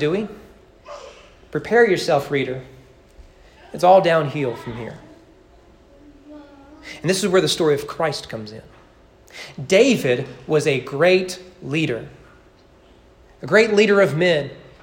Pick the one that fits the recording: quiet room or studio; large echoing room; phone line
large echoing room